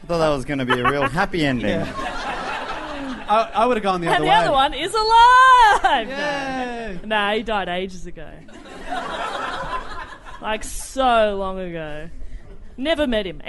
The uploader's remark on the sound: Our second live show for the MICF 2018 was an absolute HOOT!